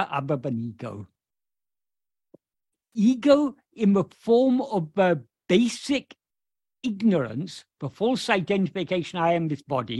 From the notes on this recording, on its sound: In a Zoom meeting. (a group of Spanish devotees of Bhagavan Sri Ramana).